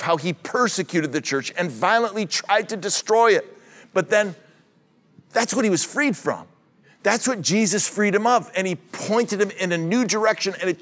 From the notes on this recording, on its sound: This message was originally preached at Highpoint Church on Sunday, September 17, 2023